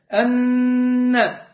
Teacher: أن حرف أغن مشدد، تغنه كده وتطلع غنة من الخيشوم